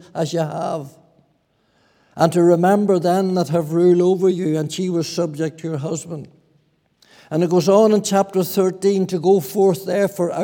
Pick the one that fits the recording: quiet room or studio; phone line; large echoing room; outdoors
large echoing room